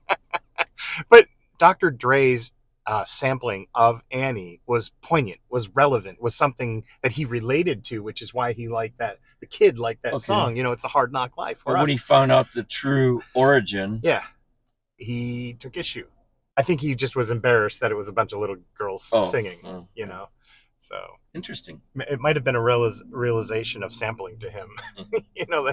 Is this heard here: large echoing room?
no